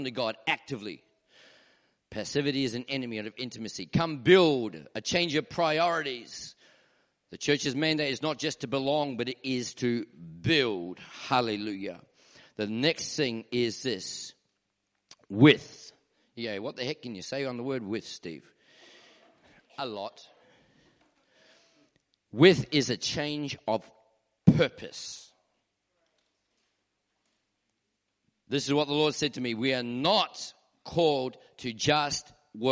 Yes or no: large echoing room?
yes